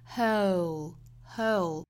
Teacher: whole 最后呢，舌侧音要求我们舌尖去顶到上齿龈的位置哈